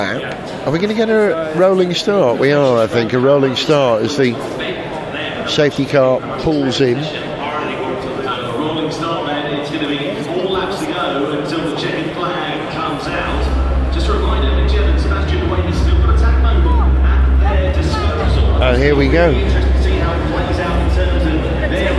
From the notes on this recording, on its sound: Attend the 2023 London ePrix in Excel, Docklands. We capture the sound of the cars, the crowd reaction and the atmosphere in the Fan Zone.